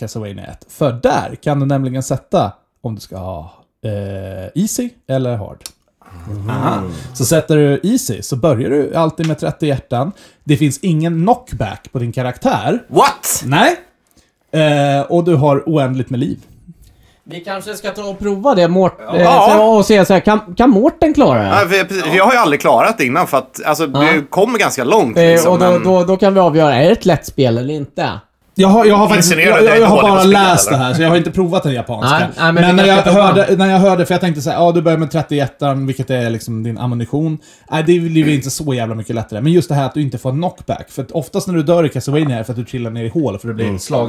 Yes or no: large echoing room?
no